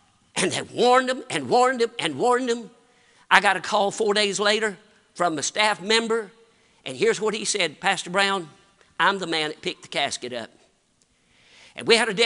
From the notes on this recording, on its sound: Sunday morning service preaching from the pulpit of Woodland Baptist Church – Winston Salem, NC